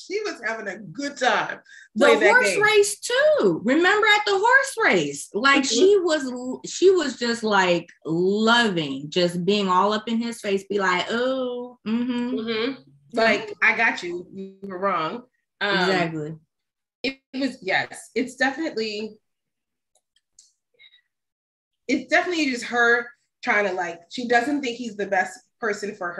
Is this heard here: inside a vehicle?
no